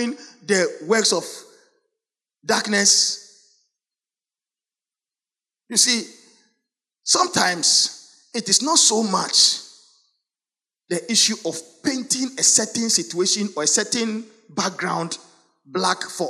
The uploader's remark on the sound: Sermon preached at CBC Shiashie Campus